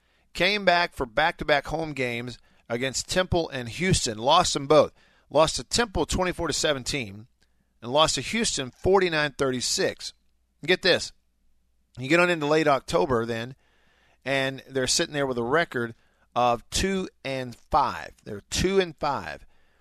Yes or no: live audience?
no